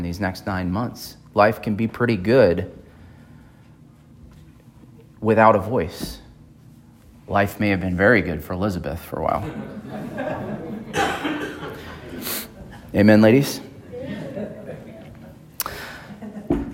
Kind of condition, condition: setting, large echoing room